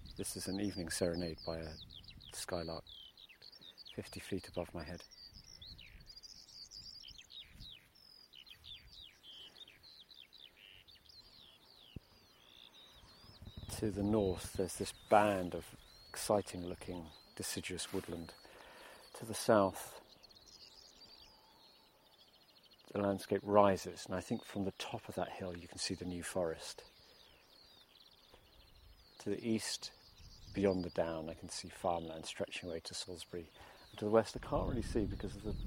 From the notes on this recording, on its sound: Discover the glorious sounds of an English summer on Martin Down in Hampshire.